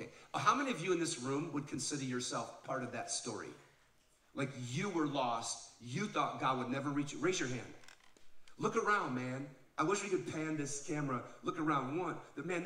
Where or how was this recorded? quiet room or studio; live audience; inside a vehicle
live audience